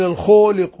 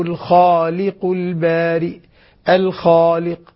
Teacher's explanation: أنا أفخم الخاء وأفخم الألف لكن دون أن أميل بها نحو الواو · Shown in: second take